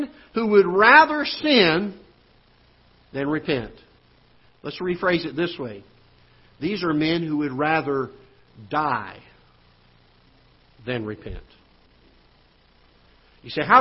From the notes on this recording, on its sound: Ketha Heights Baptist Church ~ Live Broadcast.